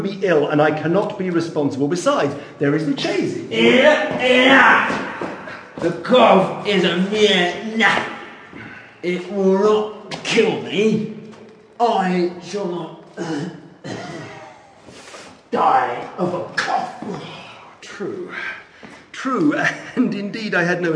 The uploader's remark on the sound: Was recorded on location in ancient vaults. Every footstep and cough, every brick and every echo are captured.